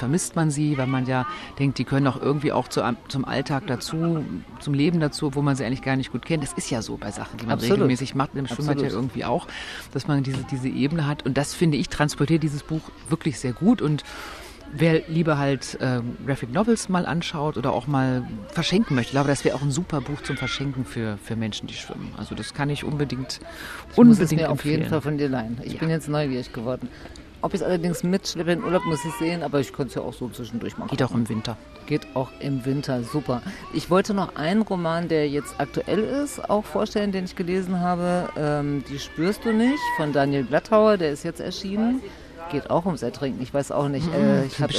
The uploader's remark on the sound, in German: Als Ort unseres Podcasts haben wir uns diesmal das schöne Sommerbad Wuhlheide ausgesucht - und es sogar geschafft, VOR der Aufnahme schwimmen zu gehen: Im trotz Sanierung immer noch herrlich hellblau gekachelten 25-Meter-Becken.